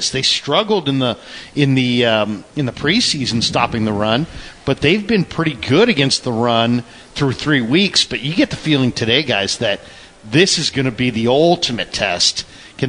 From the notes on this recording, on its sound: live from the Hilton Santa Clara